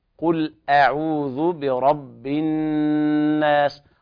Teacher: الهمزة ليس فيها تفخيم، الهمزة مرققة